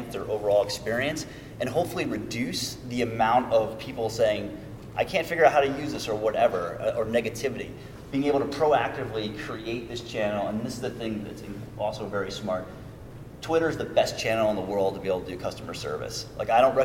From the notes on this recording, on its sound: This episode is the audio from a presentation. Given at ECRM's Innovative Technology Program in Chicago.